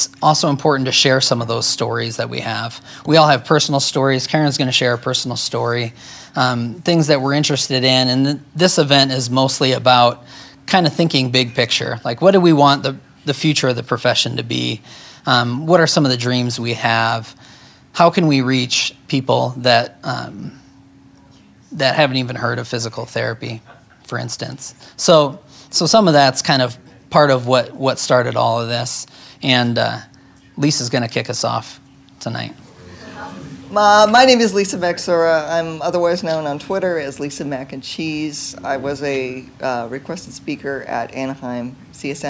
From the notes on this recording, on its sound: LIVE from Combined Sections Meeting